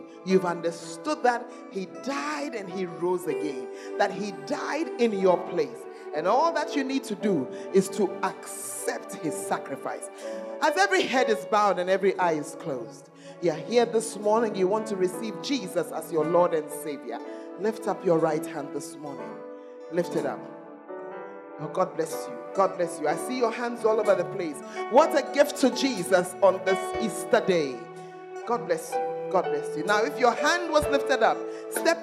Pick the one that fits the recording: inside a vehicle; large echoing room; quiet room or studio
large echoing room